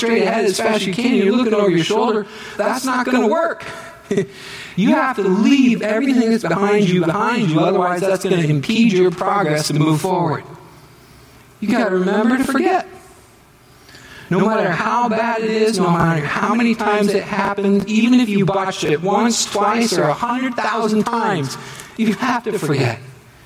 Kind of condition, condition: setting, large echoing room